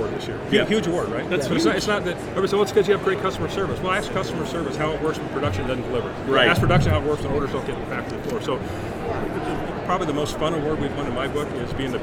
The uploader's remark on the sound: recording LIVE at the Evans booth at PPAI Expo